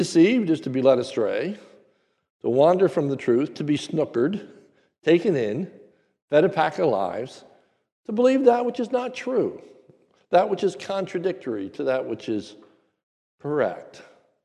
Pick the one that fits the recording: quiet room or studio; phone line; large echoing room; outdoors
large echoing room